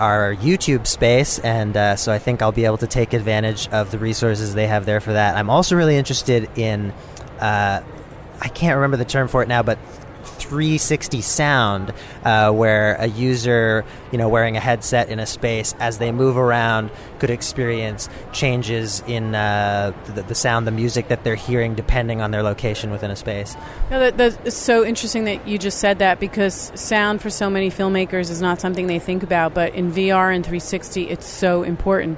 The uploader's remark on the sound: Live From Vidcon 2016!!!